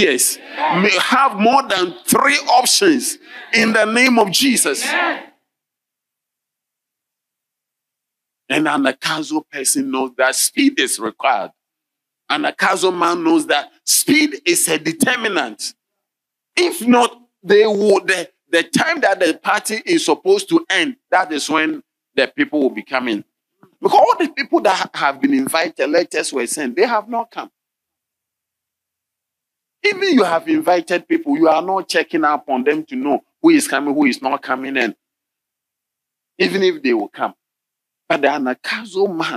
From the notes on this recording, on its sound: Sermon delivered on Tuesday, June 13, 2023, at LCI Mega-Church in Cape Town, South Africa.